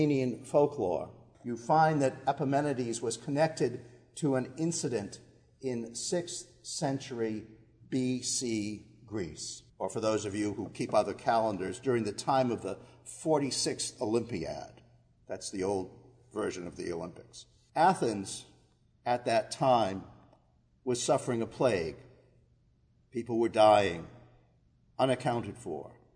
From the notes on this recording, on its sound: Our worship service at the Old First Church in Bennington, Vermont, May 17, 2020